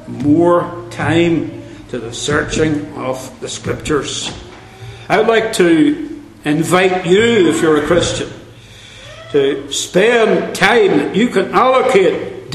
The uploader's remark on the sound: Centenary Conference London. At the Centenary Conference in London at Westminster Baptist Church.